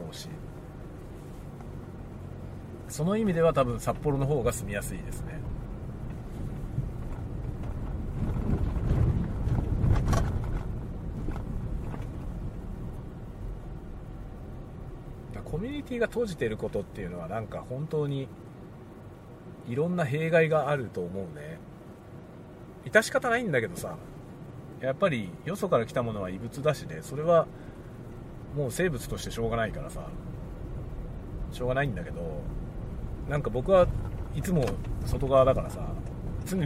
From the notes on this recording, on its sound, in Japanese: ドライブ雑談。仕事の講演に行く道中、車を運転しながら雑談する車内収録です。使用マイク：TASCAM X6。